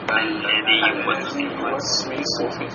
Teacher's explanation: И здесь смотрите, алляди в конце я и ювасвису в начале тоже я. Но две буквы одинаковые не соединяются, потому что здесь первое я, она придает долготу. Ее нельзя соединить с последующим словом, потому что она с мертвым сукун.